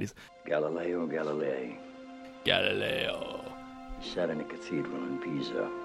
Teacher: So those guys all leave to go write their book report or whatever, and the president gives a speech about Galileo, and he has the most vocal fry I think he's ever had.